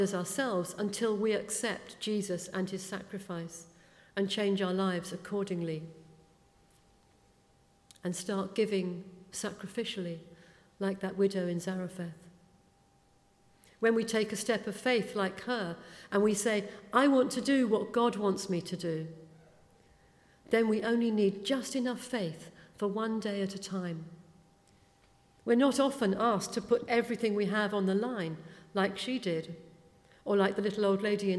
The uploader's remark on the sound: speaking at the 9:30 service